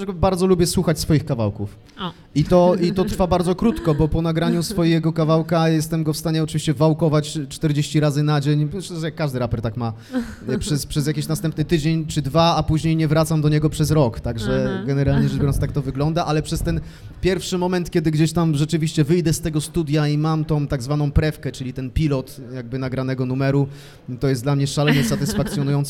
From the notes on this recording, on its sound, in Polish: W czwartek 15 grudnia w Obiecana Cafe.